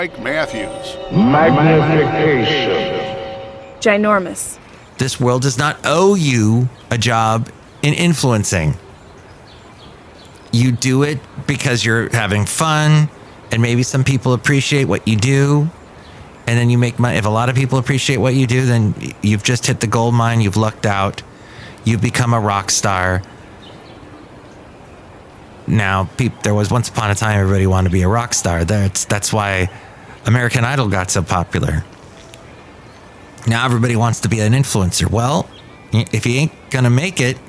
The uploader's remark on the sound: Podcasts live from Café Anyway.